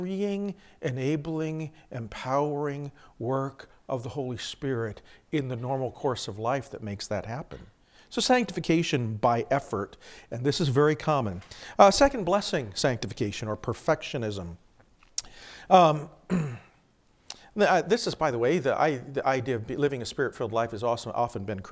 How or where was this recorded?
large echoing room